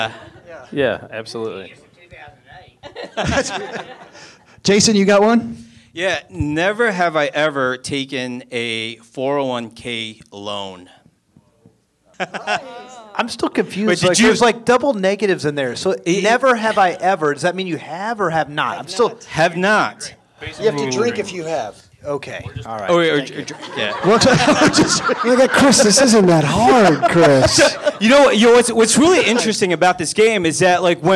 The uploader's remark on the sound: We kick off live show week with a great story. Plus, because we're live, we've brought a TON of financial and community stars with us. We were joined on stage by our guest co-host. It's a really fun episode in front of a live crowd.